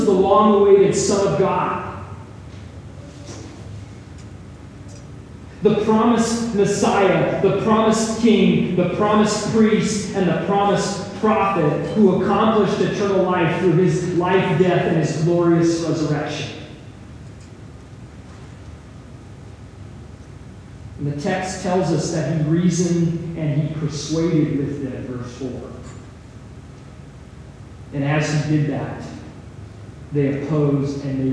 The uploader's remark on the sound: Some technical difficulties led to a poor audio recording.